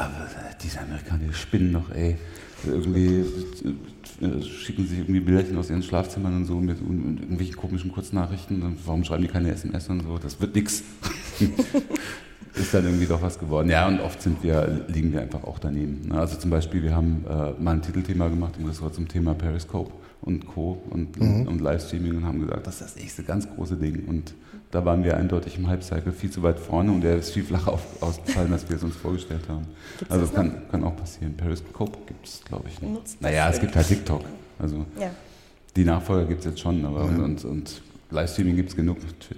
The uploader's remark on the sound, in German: Live vom 36C3